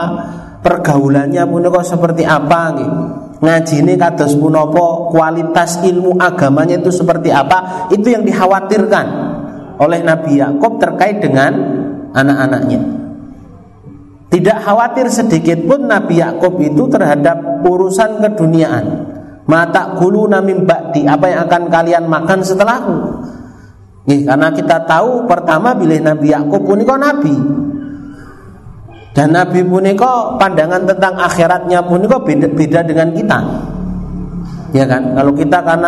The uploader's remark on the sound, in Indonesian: Rekaman Kajian Majelis Pengajian Islam. Di Masjid Al Hidayah Druwo, Sewon, Bantul rutin setiap hari Rabu selepas sholat magrib sampai dengan isya yang diselenggarakan oleh FKAM Yogyakarta dan Takmir Masjid Al Hidayah Druwo.